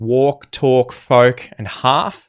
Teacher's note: There are words where L appears in the spelling of words like walk, talk, folk, and half. However, the L is not pronounced